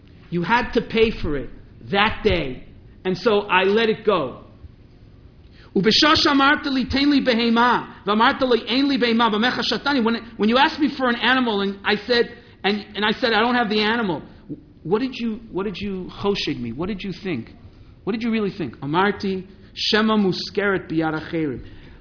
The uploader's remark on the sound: This Stanley Rudoff Memorial High Holidays Lecture